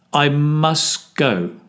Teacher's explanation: Here the T drops from must. I must go. Not I must go. · Term: disappearing sounds